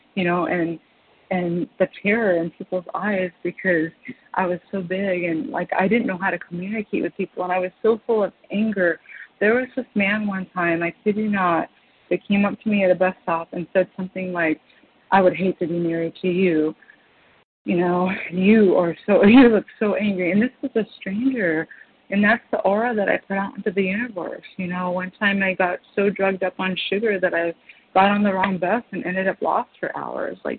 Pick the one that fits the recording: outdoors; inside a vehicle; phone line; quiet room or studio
phone line